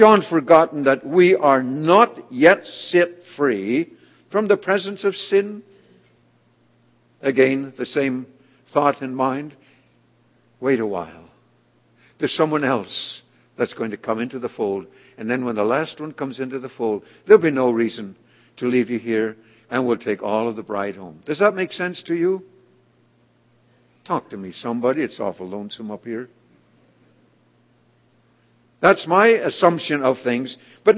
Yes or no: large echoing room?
yes